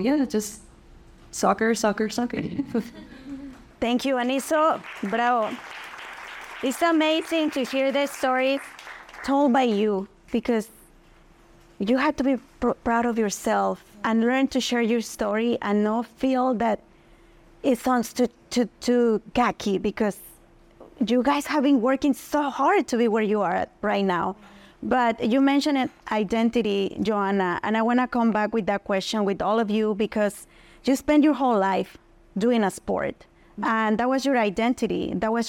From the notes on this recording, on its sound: our very first “Live Recording” episode